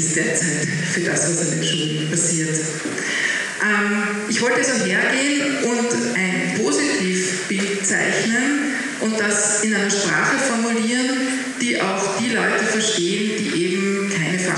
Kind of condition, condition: fault, poor sound quality